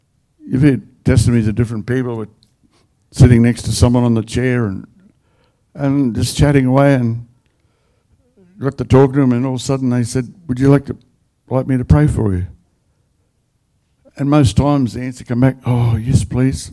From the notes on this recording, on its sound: The live stream of Destiny Church Atherton.